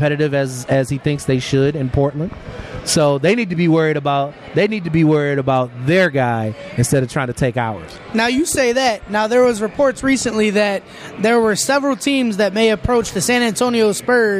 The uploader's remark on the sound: Jack Cleveland Casino special. Taped at Jack Cleveland Casino, in the heart of downtown Cleveland.